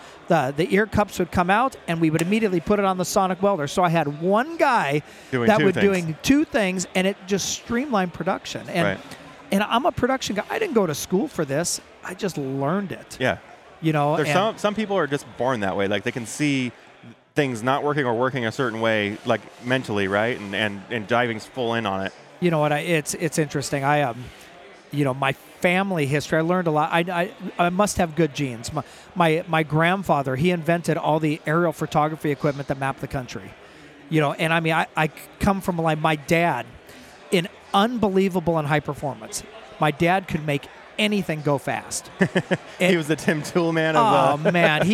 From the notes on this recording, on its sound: live from the "Rugged Pavilion" at the Sand Sports Super Show!